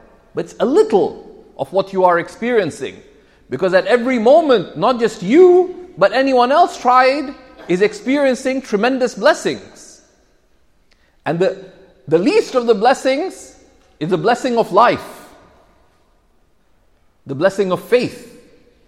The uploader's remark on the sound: This Friday khutba was delivered at Sayeda Khadija Centre in Mississauga.